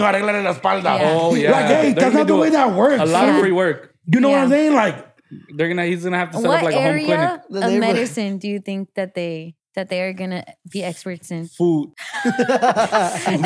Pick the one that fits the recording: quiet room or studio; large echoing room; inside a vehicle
quiet room or studio